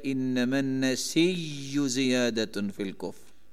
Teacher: اس حمزہ کو پہلے یا بنایا نَسِيءُ، پھر یا کا یا میں ادغام کیا انما النسی زیادۃ فی الکفر، امام ورش نے یا سے بدلا اور پھر اس یا کیا میں ادغام بھی کر دی.